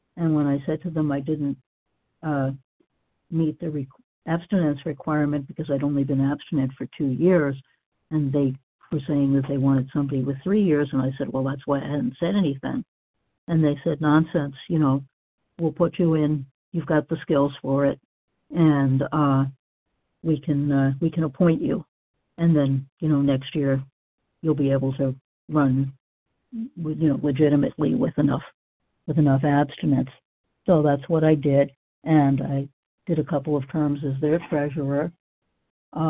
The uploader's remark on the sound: 100 Pounders Phone Meeting, 3/30/23